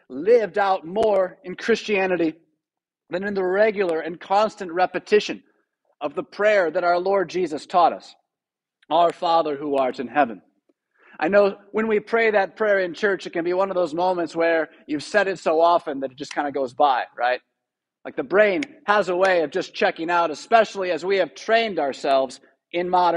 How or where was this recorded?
large echoing room